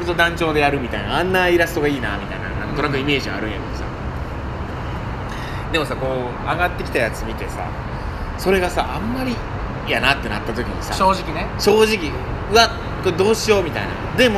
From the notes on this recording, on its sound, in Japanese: 野外で収録